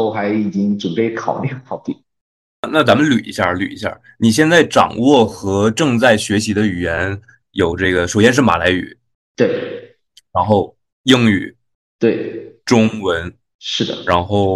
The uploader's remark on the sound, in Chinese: 线上录制，听感欠佳，各位见谅。